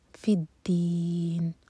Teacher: پیچھے سے ملا کر پڑھیں گے تو حمزۃ الوصل پروناؤنس نہیں ہوگا